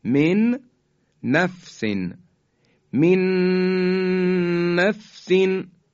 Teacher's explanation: ادغام صورت میگیره، حرف اول حذف میشه و حرف دوم مشدد بیان میشه